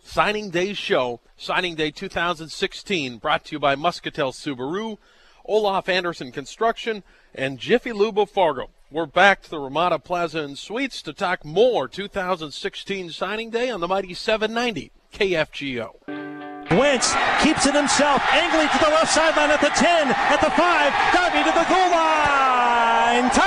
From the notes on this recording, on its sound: live from the Ramada